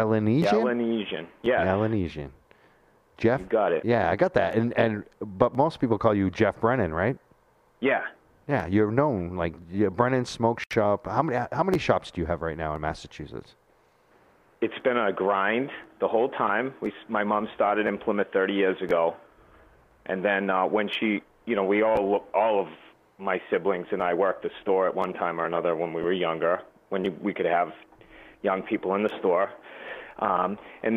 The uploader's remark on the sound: Phone call